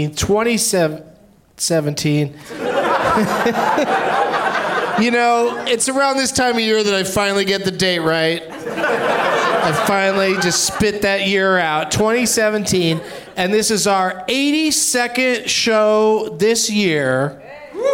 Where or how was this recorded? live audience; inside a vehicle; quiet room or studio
live audience